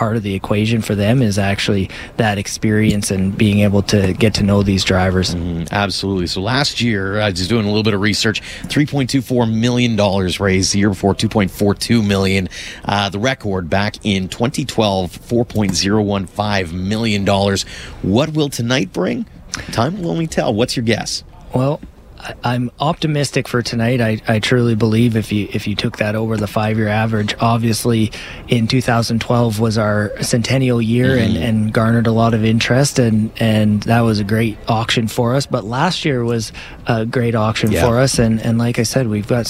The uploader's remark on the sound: We're live today from the Calgary Stampede Tarp Auction.